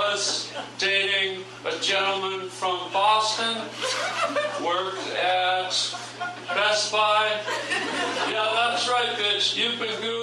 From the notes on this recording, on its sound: Stand up LIVE at Hollywood comedy club! Recorded live at the Hollywood Improv!